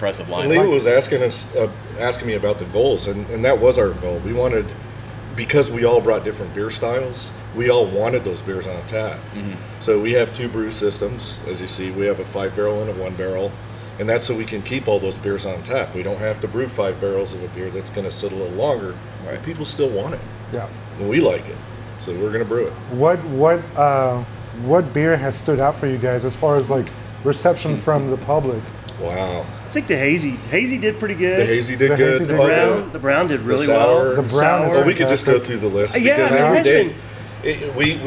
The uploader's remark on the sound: we recorded at DECA Brewing in Porter, TX